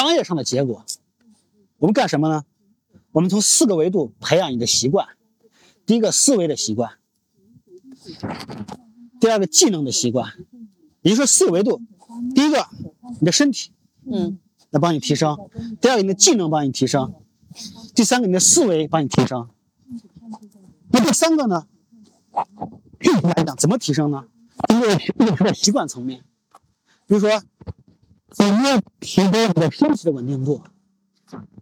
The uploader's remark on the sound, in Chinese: 这期的声音是在清晨的北京公园录制的